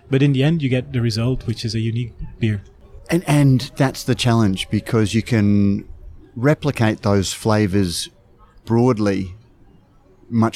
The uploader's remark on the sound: Felons in Brisbane, where the interview was recorded.